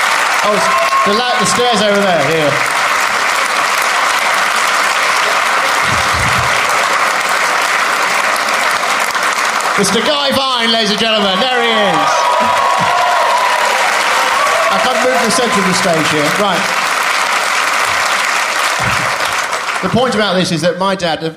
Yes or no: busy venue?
yes